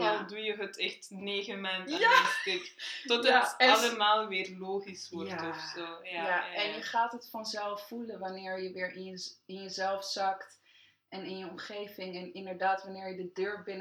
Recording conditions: poor sound quality